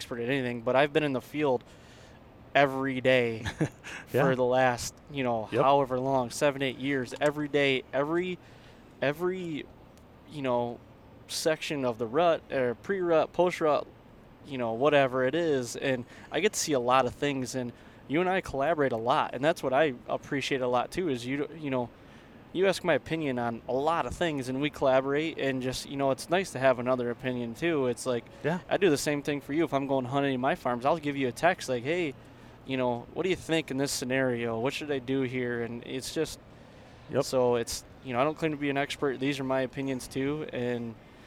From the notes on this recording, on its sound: It's the Rut and we are heading to Michigan. Are in the truck heading to Michigan and we decide to record a podcast.